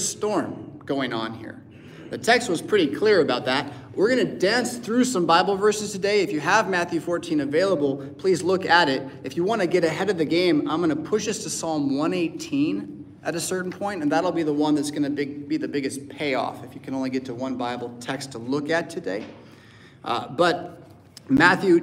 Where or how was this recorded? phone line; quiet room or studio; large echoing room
large echoing room